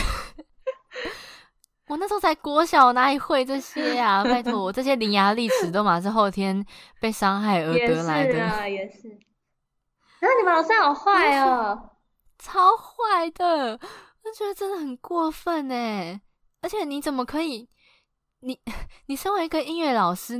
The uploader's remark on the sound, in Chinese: 這集錄製時有不可抗力之噪音，深感抱歉